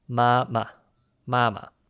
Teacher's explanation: The character to represent mom in Mandarin is pronounced ma in the first tone, but to actually say the word for mom, you need to repeat this character twice, once in the regular first tone, ma, and once without a tone